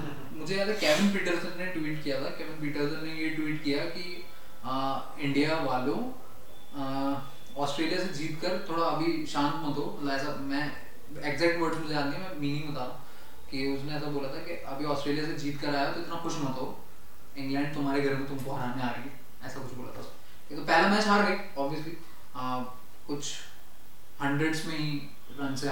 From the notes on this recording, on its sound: We are just getting started so the audio quality is not very good.